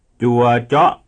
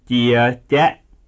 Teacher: Keep the pitch low on the first member and high on the second member of each pair.